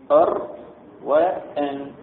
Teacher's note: الراء والنون يخرجان من اللسان مع الحنك فهما أيضا متقاربان